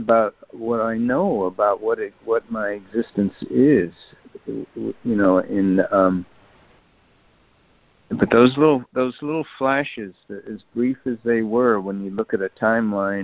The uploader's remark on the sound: ACIM Daily Conference Call